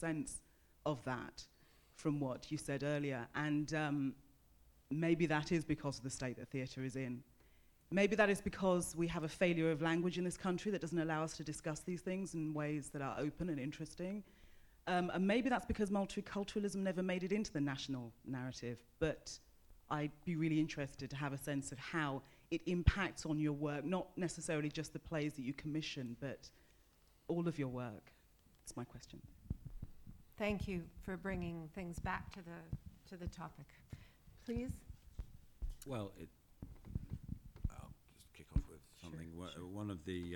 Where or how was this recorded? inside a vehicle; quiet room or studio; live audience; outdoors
live audience